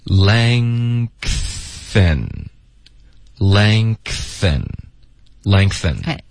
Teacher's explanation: 后鼻音连到 th 或者别的摩擦音呢，就会爆一个 k 的音出来 · Term: 添加音